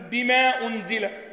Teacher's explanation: المنفصل، بما أنزل. لكن الذي يقصر المنفصل سيقول بما أنزل